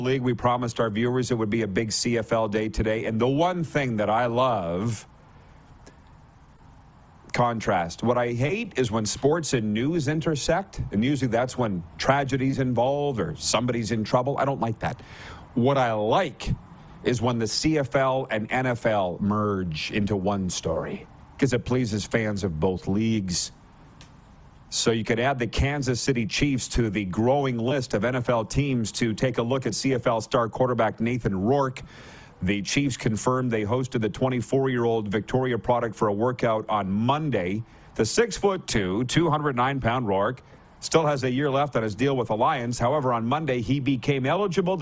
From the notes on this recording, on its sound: LIVE from the CFL's Winter Meetings in Kananaskis, Alberta